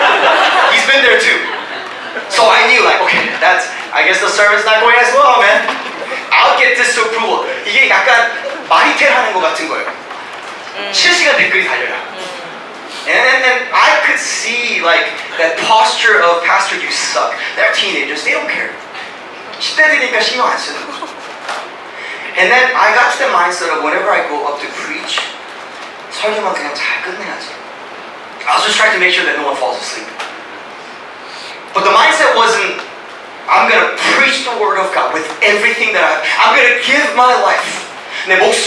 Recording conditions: poor sound quality